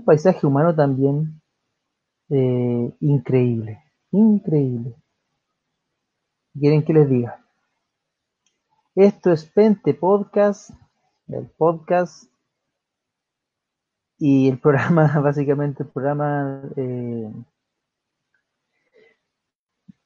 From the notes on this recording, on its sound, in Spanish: Programa grabado en Vivo por Facebook Live